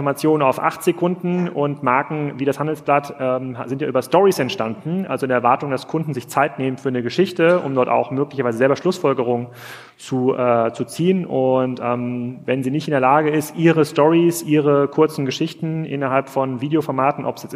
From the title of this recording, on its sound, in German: live vom POL